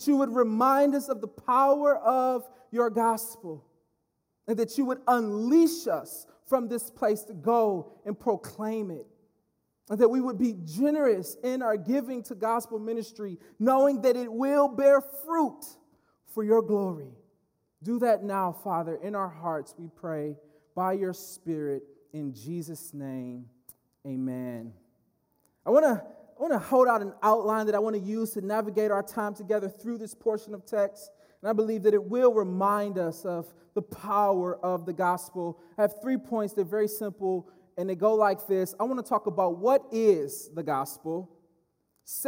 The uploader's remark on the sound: speaking at Berean Baptist Church